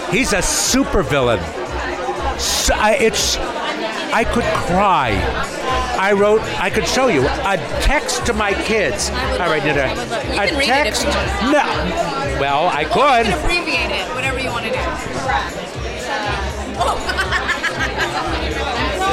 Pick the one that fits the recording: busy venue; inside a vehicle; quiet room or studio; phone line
busy venue